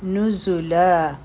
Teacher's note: دلته کې زا چې ده په دې کې د بزینګ آواز راځي او دا د ذال نه مختلف وي